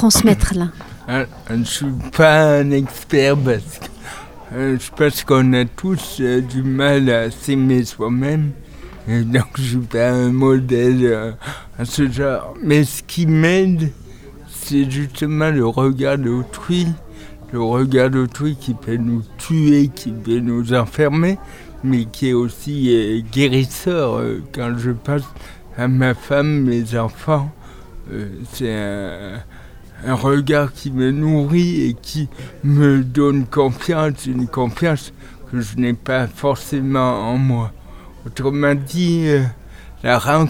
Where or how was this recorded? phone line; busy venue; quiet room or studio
busy venue